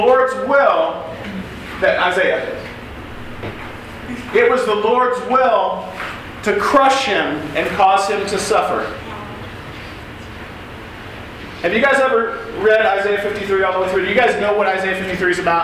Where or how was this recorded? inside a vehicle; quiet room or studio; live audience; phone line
live audience